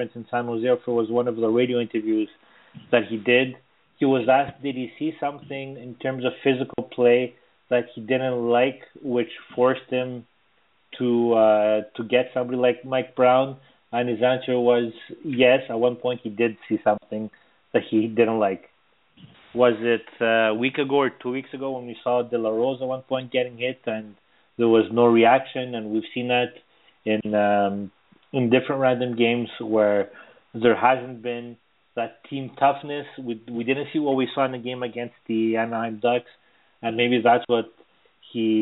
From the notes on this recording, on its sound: as we take your phone calls